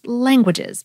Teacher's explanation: think of how the word is languages, not languages. The word itself, three syllables, one accented and two unaccented, is a dactyl.